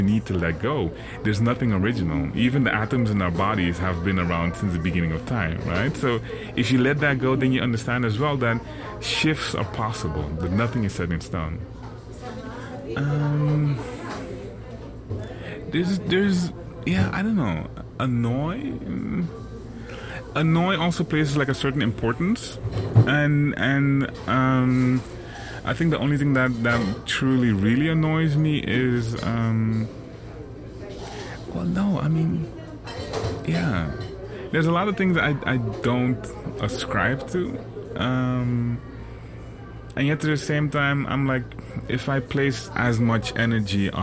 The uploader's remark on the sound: Recorded at Spielart Festival, 2019, Munich (DE)